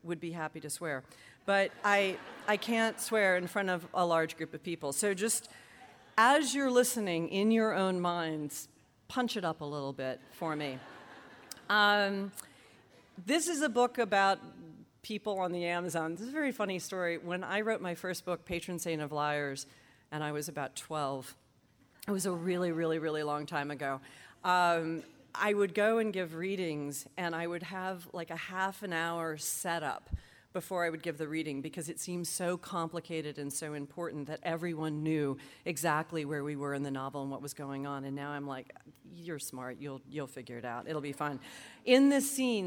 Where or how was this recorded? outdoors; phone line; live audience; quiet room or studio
live audience